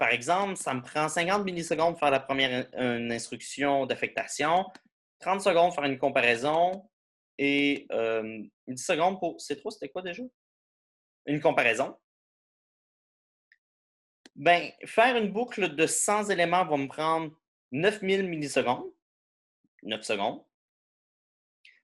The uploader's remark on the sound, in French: cours en ligne sur Zoom